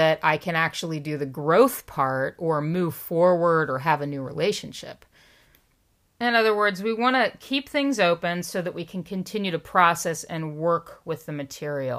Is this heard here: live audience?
no